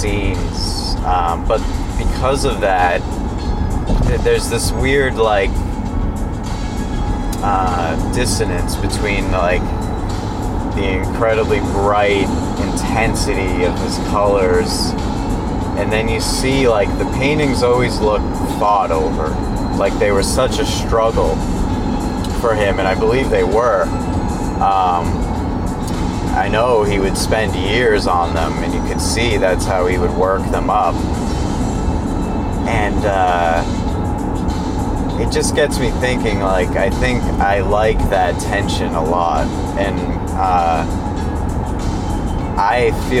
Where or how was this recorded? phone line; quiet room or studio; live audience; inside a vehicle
inside a vehicle